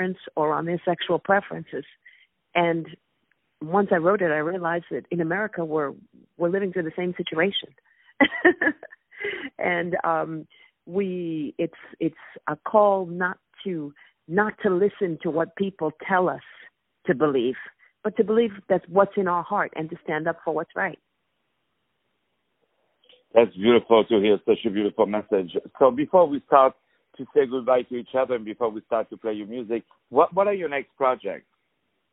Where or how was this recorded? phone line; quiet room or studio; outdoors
phone line